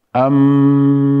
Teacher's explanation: الميم الساكنة إذا التقت بالميم المتحركة تدخل هذه بهذه، فتصيران هذه الميم وهذه الميم حرفا واحدا مشددا، وهذا يقال له الإدغام الشفوي.